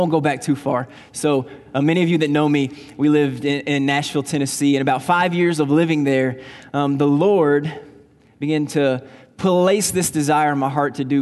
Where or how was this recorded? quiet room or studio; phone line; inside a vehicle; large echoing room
large echoing room